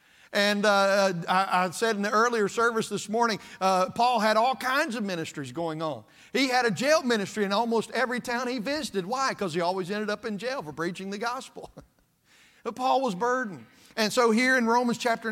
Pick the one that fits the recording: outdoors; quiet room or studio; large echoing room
large echoing room